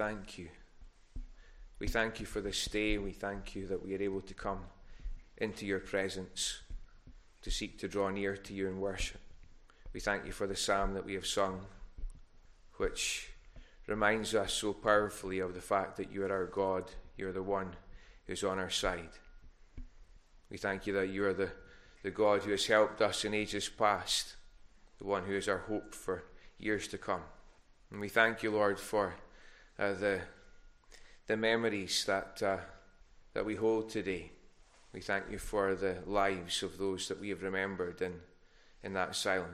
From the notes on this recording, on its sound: recorded at North Harris Free Church on Sunday morning 14th November 2021